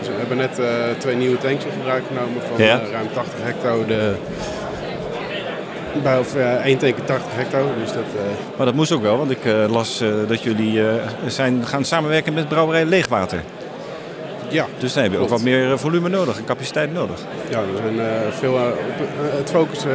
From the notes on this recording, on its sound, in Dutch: Dutch Craft Beer Conference 2024. Tijdens de 8e Dutch Craft Beer Conference (1 februari 2024) in Den Bosch.